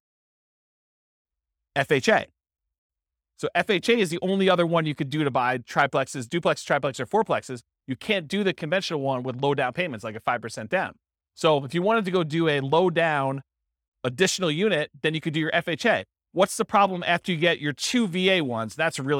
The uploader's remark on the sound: This was a live class recorded